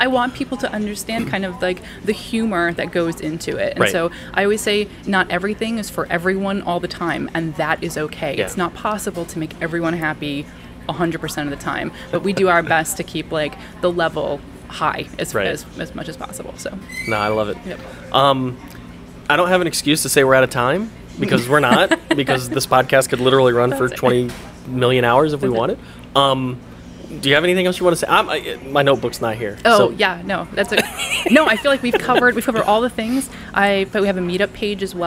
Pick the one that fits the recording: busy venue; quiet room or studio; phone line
busy venue